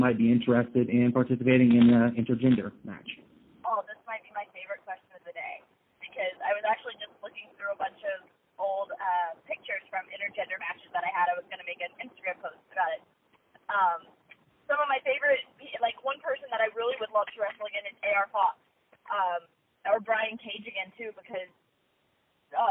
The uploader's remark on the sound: Media Teleconference Interview.